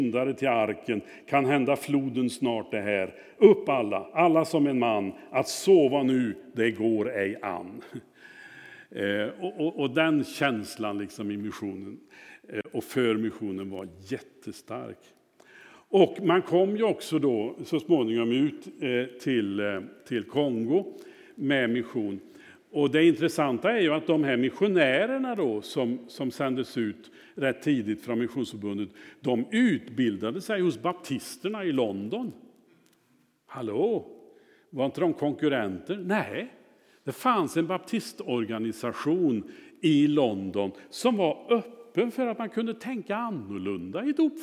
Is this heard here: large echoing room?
yes